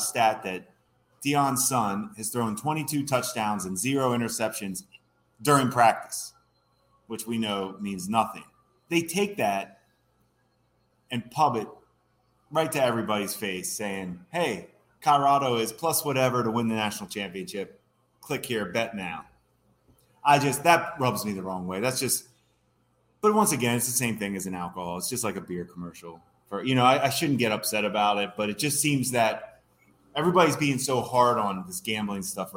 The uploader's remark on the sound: You can listen to the audio above or watch the video below from Fattey Beer Company in Hamburg, NY.